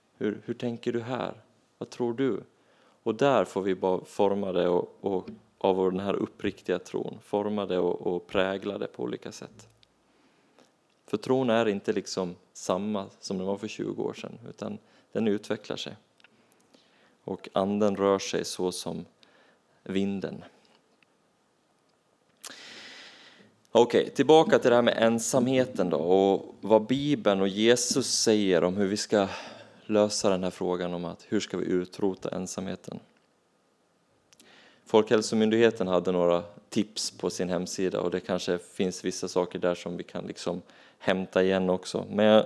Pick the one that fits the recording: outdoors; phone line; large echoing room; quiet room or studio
large echoing room